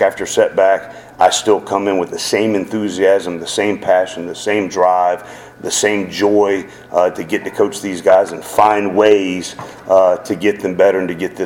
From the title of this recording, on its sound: postgame press conference